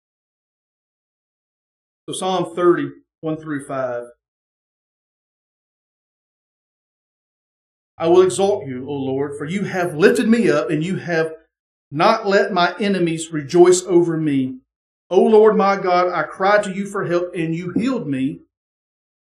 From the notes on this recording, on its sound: the sermon from our Sunday morning Worship Service